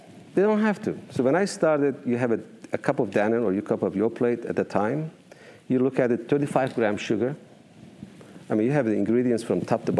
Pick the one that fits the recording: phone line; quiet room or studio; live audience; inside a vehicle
live audience